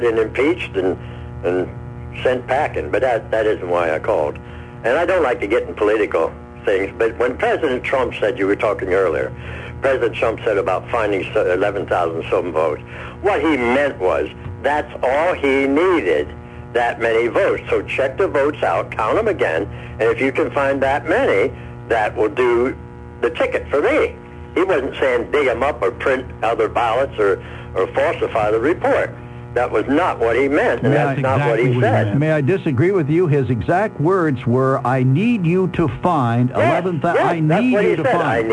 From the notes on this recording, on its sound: then open phones